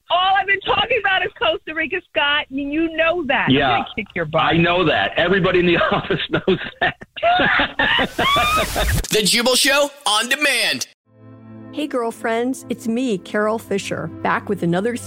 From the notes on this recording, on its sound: Is on the phone. A Jubal Phone Prank is when our listeners set-up a friend or family member to wake up with The Jubal Show, phone prank style.